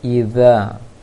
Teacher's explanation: kurangi bunyi desirnya, bahkan saya diusahakan tidak terdengar sama sekali bunyi desiran suaranya · Term: dzal